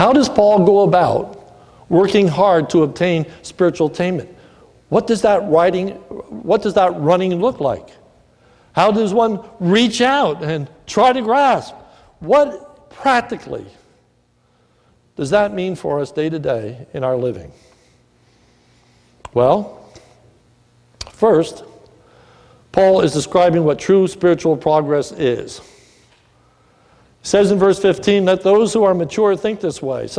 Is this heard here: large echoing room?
yes